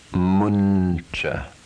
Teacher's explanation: Anusvara, if followed by a palatal consonant, is pronounced nya without the following a.